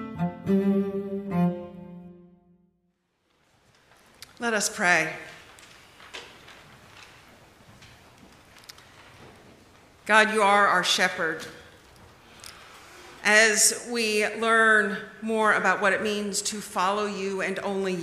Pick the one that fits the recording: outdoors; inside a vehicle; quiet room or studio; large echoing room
large echoing room